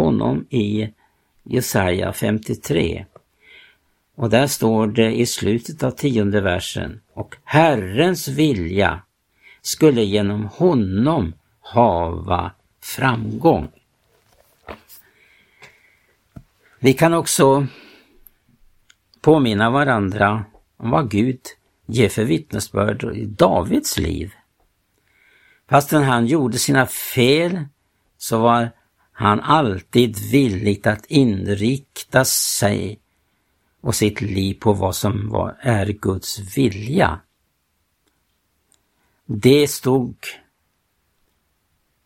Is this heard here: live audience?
no